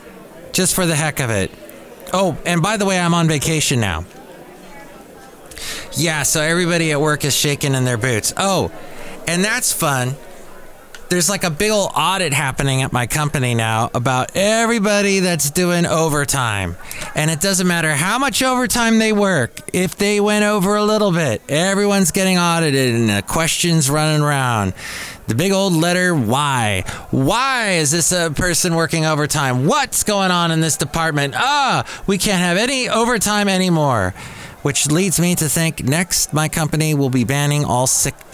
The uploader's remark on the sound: podcasts live from Café Anyway